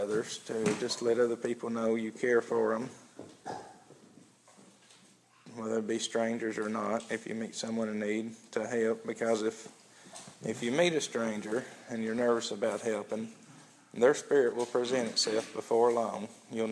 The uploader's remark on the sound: an audio recording of the Sunday Service at Persia United Methodist Church in Rogersville, TN on Sunday, November 29, 2015.